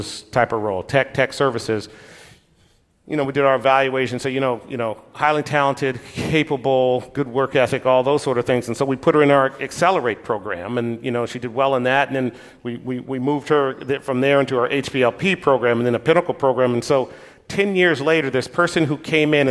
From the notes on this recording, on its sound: LIVE! Recorded live at Summit LA.